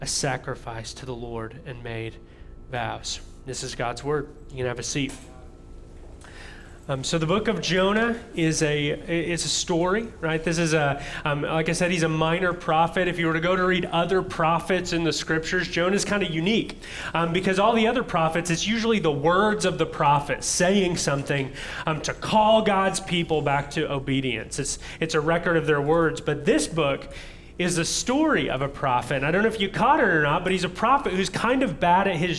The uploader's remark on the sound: audio from New City Church in Champaign-Urbana, IL